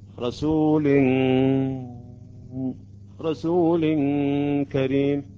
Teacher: لاحظوا الغنة الصوت الذي يخرج من الخشوم